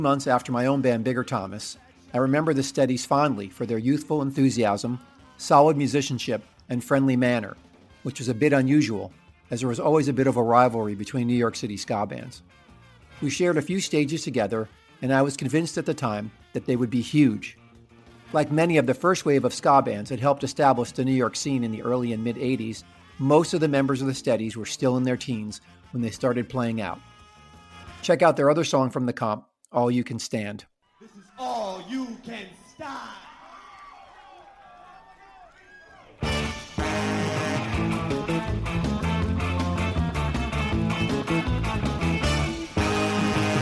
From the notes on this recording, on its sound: The NYC SKA LIVE concert was originally organized by Moon Records so that the crop of bands then on the NYC ska scene could be filmed by director Joe Massot. The show was taped live at the Cat Club, which was located on 13th Street and Fourth Avenue in Manhattan on March 26th, 1990.